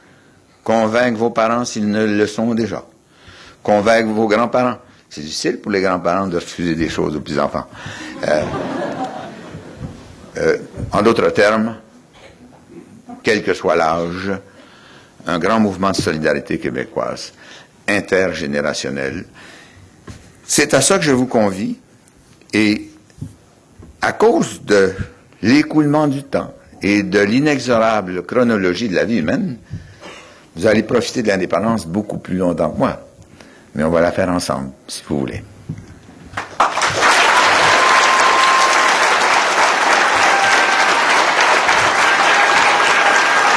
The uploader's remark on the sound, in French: Il a prononcé cette conférence devant plus de 400 personnes. Organisateur : Collège de Maisonneuve.